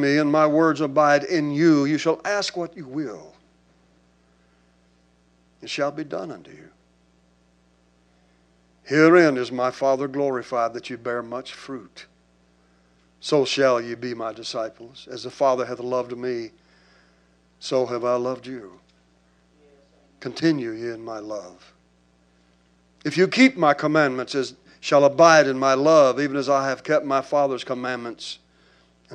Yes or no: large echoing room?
yes